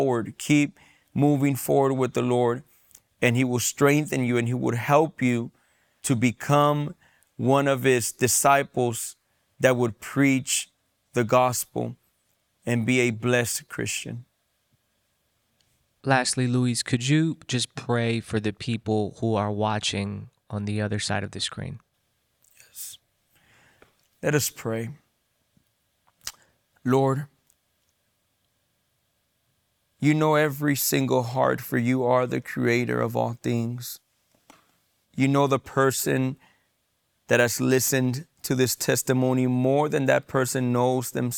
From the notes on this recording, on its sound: Testimony Recorded in Tebernaculo De Fe Church in San Diego California